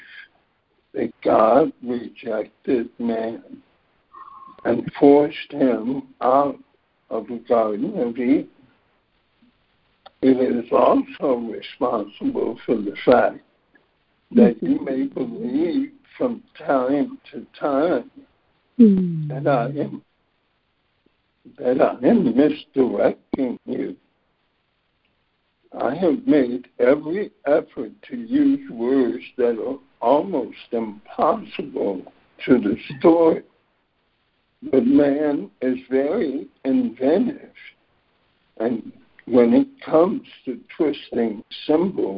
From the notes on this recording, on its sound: ACIM Daily Conference Call.